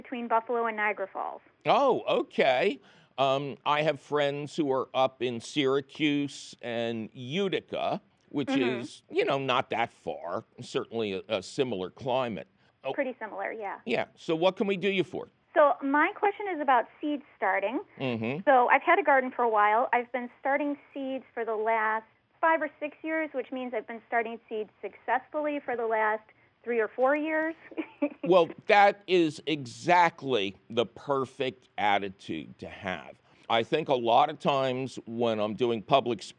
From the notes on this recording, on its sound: Of course, he takes your fabulous phone calls.